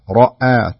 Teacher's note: تفخيم الراء وترقيق الهمزة وترقيق الواو